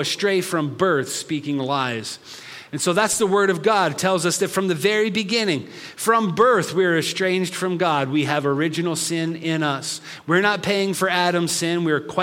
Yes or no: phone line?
no